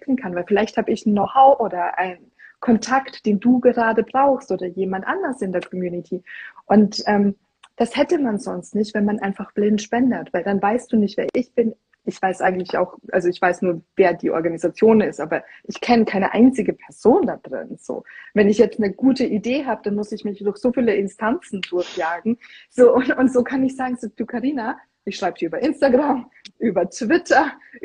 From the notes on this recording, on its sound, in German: In diesem INSTA-LIVE Gespräch.